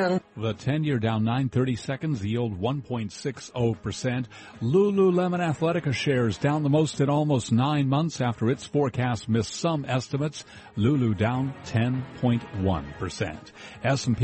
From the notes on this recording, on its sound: Live from the 2016 US Open in Flushing, Queens.